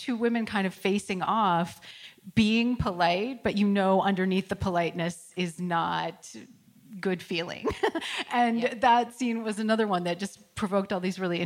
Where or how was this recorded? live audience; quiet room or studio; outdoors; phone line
live audience